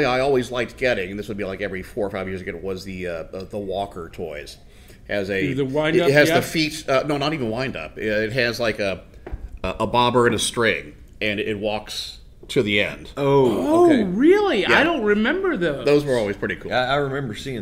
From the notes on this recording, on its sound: live at Imaginarium